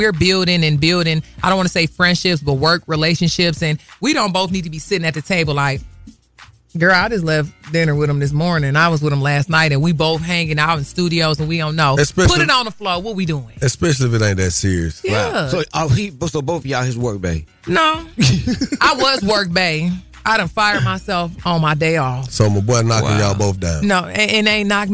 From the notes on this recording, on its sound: Callers call